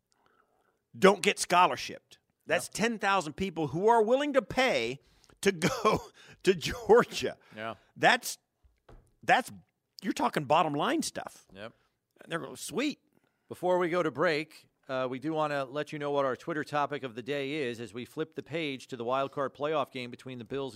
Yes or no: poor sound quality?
no